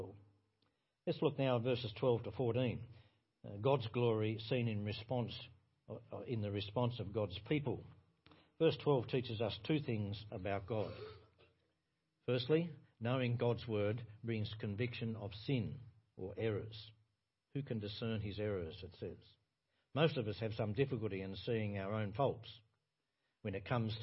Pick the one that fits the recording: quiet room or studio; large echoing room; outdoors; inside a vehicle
large echoing room